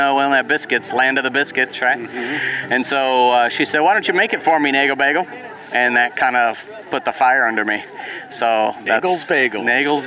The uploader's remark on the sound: On this episode, we took a trip to the Cartersville Farmer's Market. You'll hear the sounds of a bustling farmer's market.